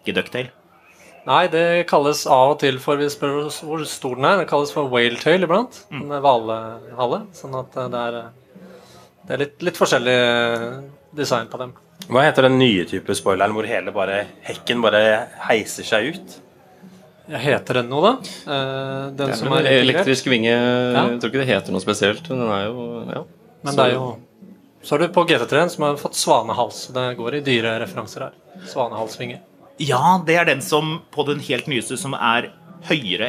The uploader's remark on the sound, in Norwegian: Vi tar turen til Porsche Festival 2023 og lager live podcast fra Rudskogen med 10.000 besøkende. Med oss i paddock.